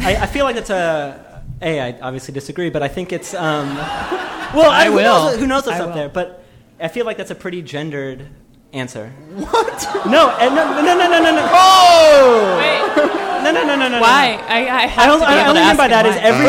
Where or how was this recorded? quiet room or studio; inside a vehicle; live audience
live audience